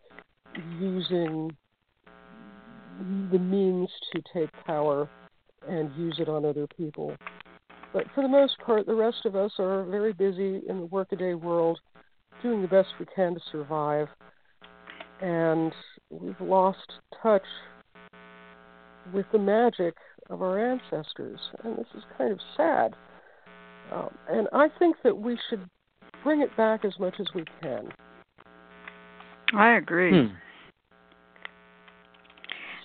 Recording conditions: phone line